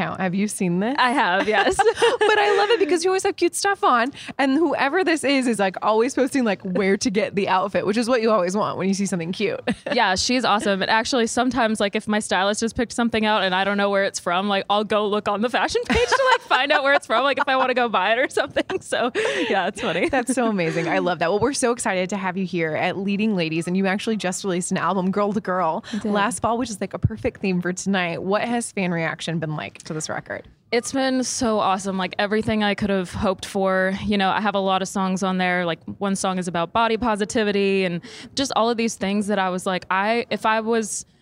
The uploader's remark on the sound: backstage at Audacy's Leading Ladies Live